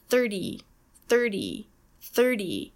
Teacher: Listen to the way I say the second T sound in the number, 30, 30, 30. It doesn't sound like a T at all. It sounds more like a D. · Term: flapped T